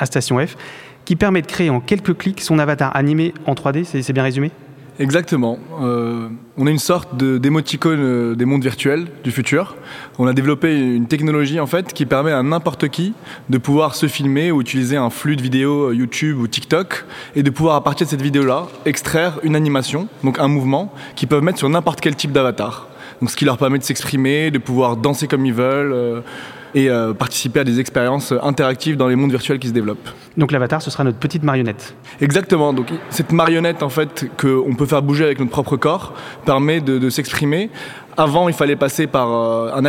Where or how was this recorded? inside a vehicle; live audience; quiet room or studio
live audience